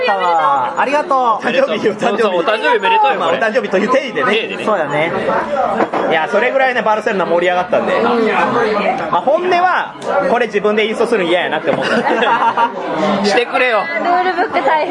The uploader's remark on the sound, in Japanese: 店内収録のため、騒音雑音が激しく入っております。